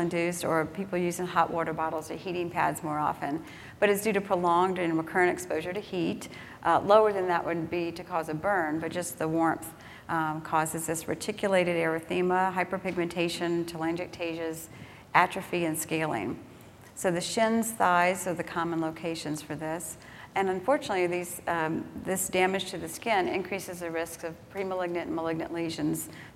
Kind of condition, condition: setting, live audience